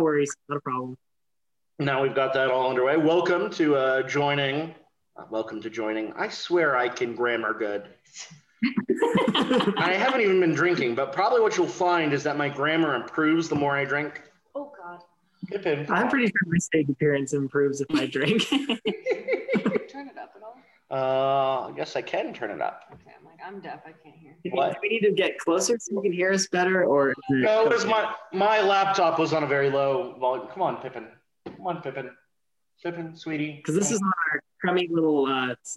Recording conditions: video call